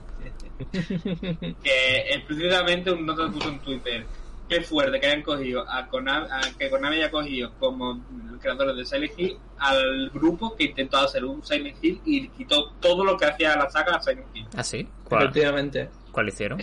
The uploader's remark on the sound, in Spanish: Hemos tenido que usar el audio de Twitch, que es de menor calidad pero esta vez no teníamos otra cosa. He aquí otro programa accidentado.